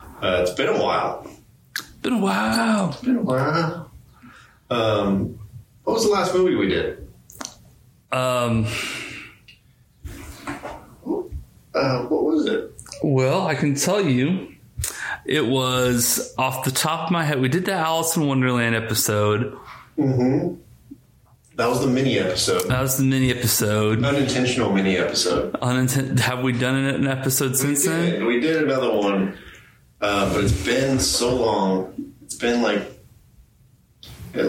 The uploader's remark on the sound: The audio quality isn't perfect...